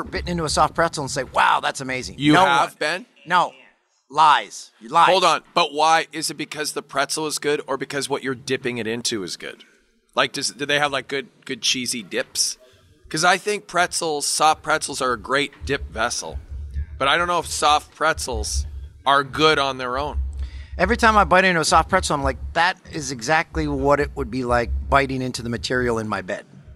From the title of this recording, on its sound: LIVE(ish) from Super Bowl LI